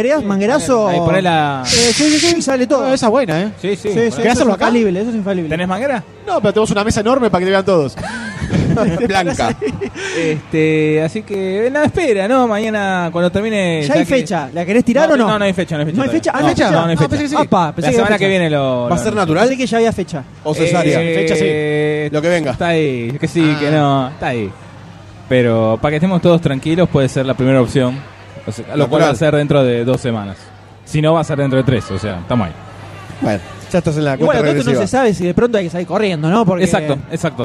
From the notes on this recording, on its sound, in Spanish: Segundo episodio grabado IN THE FLESH, en vivo en la PopCon 2014! Grabamos algunas cosas tan pero tan grossas en este último día de la PopCon. En este episodio van a escuchar el inicio del día domingo… y el final.